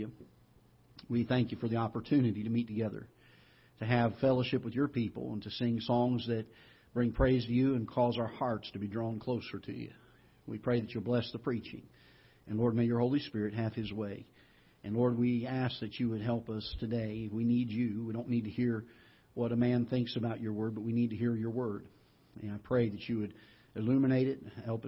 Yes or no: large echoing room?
yes